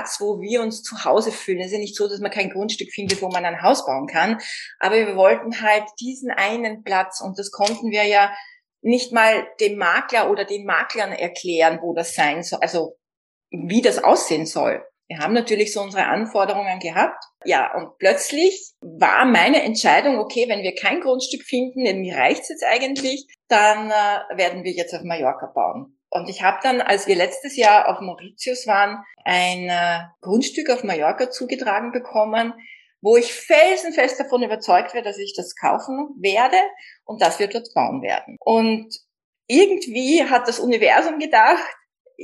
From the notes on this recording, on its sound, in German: Ein Insta Live aus Kalifornien!